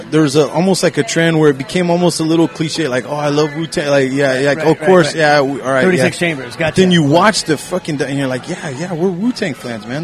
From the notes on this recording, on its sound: live from Martin City Brewing!